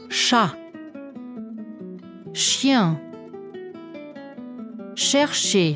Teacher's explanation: Das CH wird wie ein stimmloses SCH in schön gesprochen.